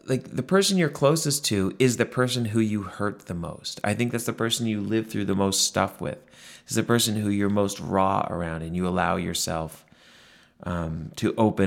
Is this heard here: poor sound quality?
no